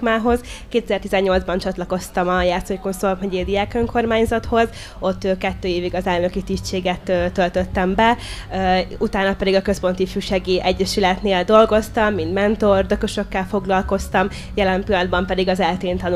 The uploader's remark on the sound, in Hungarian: A felvétel a fesztiválon készült, így hanghibákat tartalmaz.